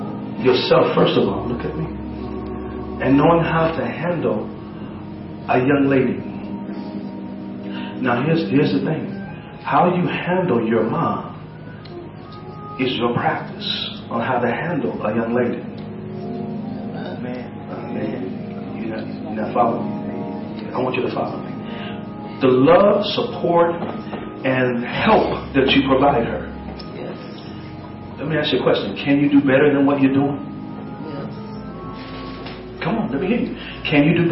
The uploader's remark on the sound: LIVE from 1st COGIC in Decatur, IL